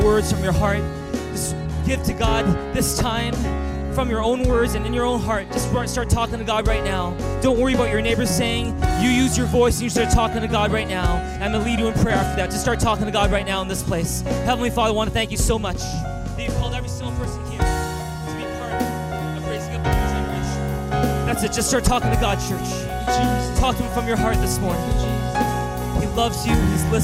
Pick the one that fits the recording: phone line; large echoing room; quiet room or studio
large echoing room